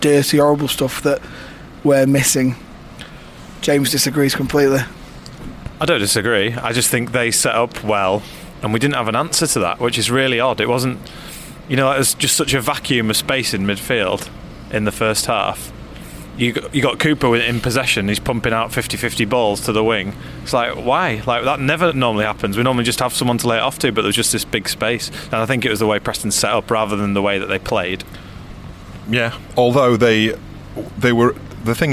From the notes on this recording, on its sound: Sit in a carpark near Elland Road.